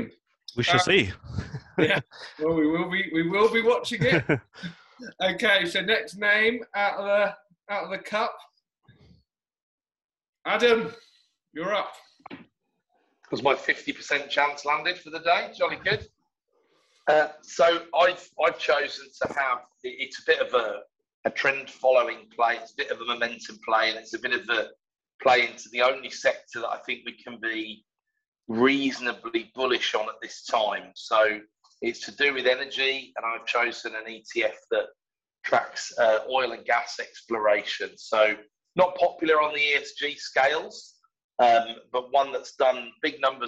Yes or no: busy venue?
no